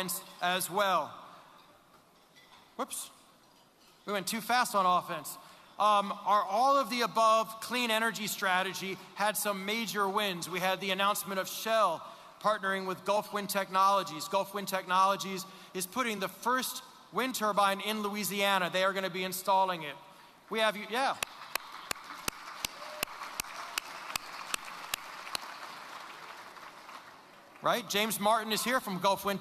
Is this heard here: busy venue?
yes